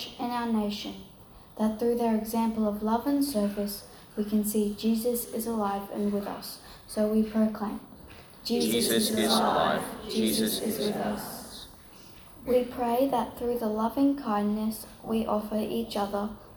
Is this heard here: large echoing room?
yes